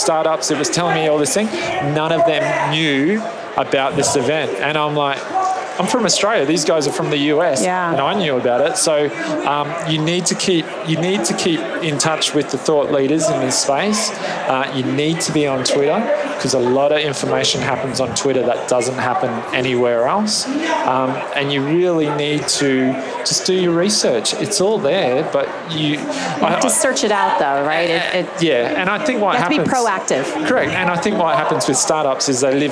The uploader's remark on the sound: LIVE from Las Vegas, at #HRTechConf